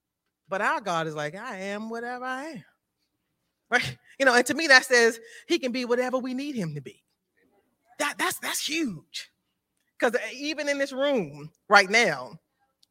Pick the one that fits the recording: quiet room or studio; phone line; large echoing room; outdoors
large echoing room